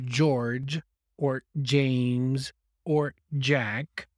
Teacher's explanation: the first sound is a very strong J sound, and it's voiced.